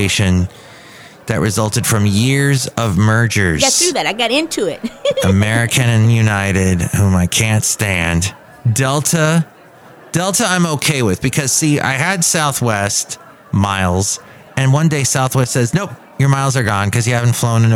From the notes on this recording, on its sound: podcasts live from Café Anyway